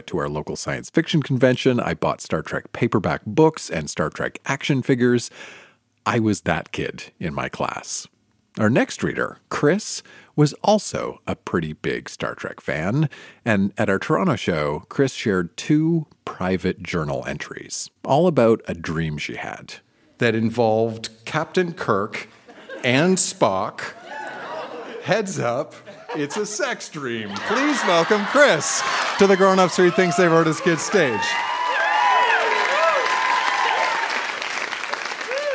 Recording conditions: live audience